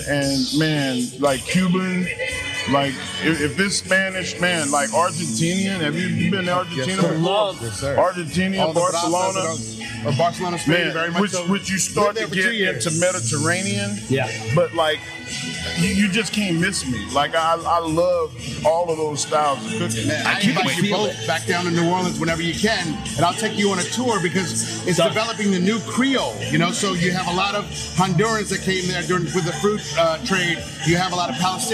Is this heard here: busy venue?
yes